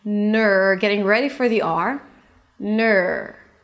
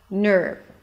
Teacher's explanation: So you see that from the end, I shift directly to the R, my tongue pulls back to the R, my lips round as I pronounce the N